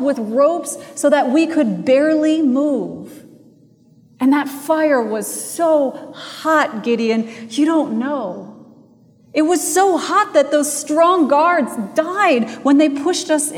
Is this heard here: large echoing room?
yes